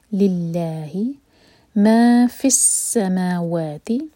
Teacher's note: سین پر وسل والا ساؤنڈ آنا چاہیے، اور ما اور وا دونوں دو دو حرکہ مد طبعی ہیں.